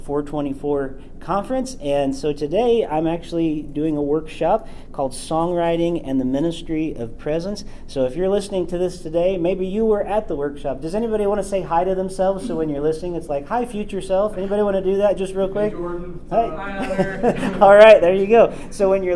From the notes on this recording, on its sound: This episode comes to you live from the 2024 Worship 424 Conference at Cedarville University.